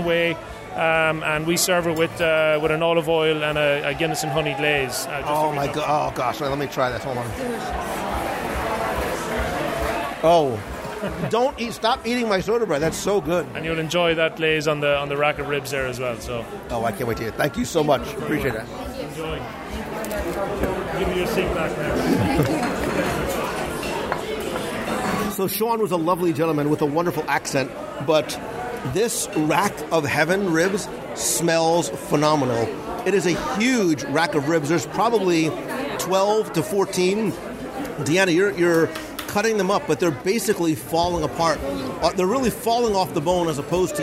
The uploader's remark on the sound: Raglan Road LIVE Restaurant Review. Join me at the table at Raglan Road Irish Pub in Disney Springs for a LIVE dining review. Chat with one of the live performers, and some of the staff.